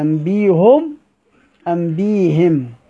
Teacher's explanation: في حالة الوقف سيدنا حمزة بيبدل الهمزة الهمزة الثانية بيبدلها ياء مع وجهي ضم الهاء وكسر الهاء